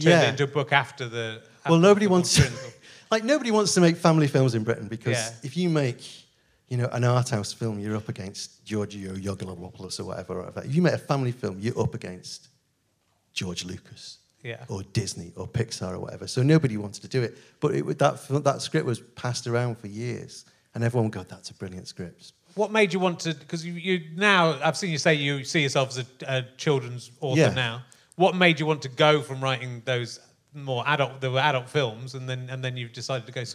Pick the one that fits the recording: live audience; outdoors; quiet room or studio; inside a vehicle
live audience